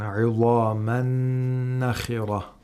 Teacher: We're having a idgham of the tanween into noon. Idgham, like the two noons are merging together.